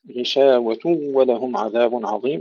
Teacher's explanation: نصلها غشاوة ولهم عذاب عظيم، هنا الحكم إدغام بغنة، إلا أن خلفا عن حمزة يدغم النون الساكنة والتنوين في الواو والياء بلا غنة · Term: إدغام بلا غنة